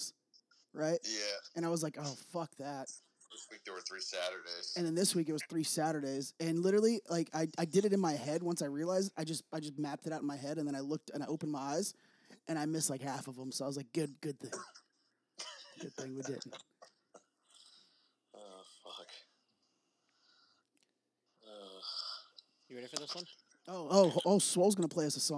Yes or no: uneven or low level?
yes